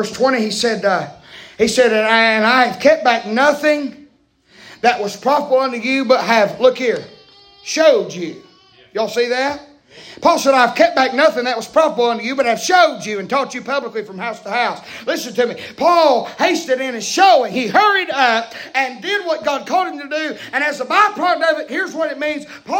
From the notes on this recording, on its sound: preaching live from Still Water Baptist Church